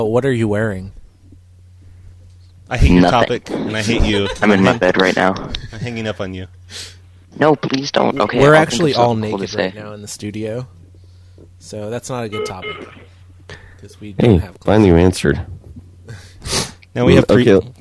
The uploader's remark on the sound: …'s Personal Prank Phone Calls Collection.